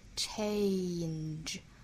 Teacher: 不要发成了 chen，应该是 che，压低一些再去带一个后面的元音出来